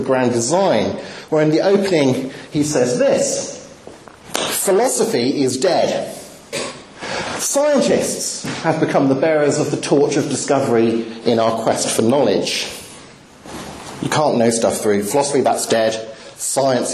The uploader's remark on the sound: Talk with Q&A, Birmingham University